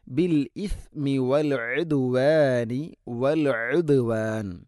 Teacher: ഐന് തൊണ്ടയുടെ മധ്യഭാഗമാണ് മഖ്റജ്